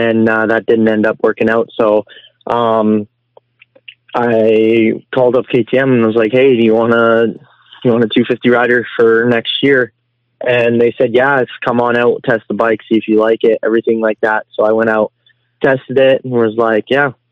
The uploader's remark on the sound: will be on the phone